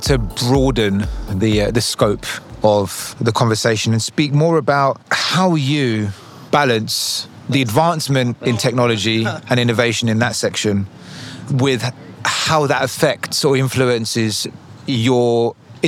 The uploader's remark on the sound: on location at Art Miami